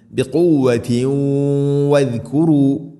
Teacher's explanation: ആതൈനാകും ബിഖുവ ബിഖുവതിൻ ബിഖുവ ഖാഫ് ബിഖുവതിൻ വദ്കുറു തൻവീന് ശേഷം വ, തൻവീനിനെ വ എന്ന അക്ഷരത്തിലേക്ക് ഇദ്ഗാം ചെയ്യണം, മണിച്ചുകൊണ്ടുച്ചരിക്കണം. · Term: ഇദ്ഗാം ബിഗുന്ന